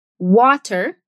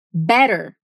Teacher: Outra característica muito comum no General American Accent é o flap T, ou o T entre duas vogais, que acaba soando como um D. Por exemplo, water becomes water.